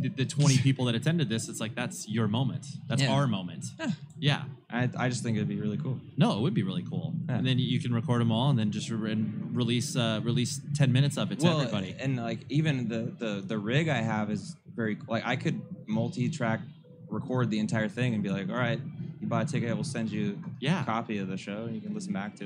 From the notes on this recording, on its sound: Live from NAMM w/ Gator Cases. Recording my first "live" podcast at the NAMM Conference back in January of 2020. At the Gator Cases booth.